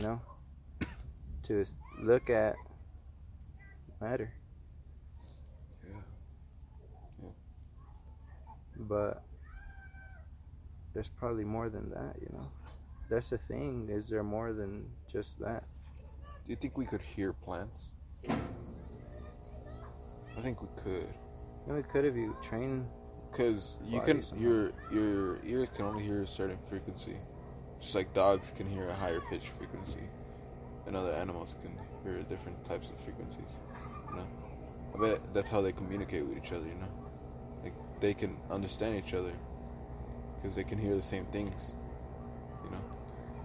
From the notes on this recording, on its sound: outside enjoying the fresh air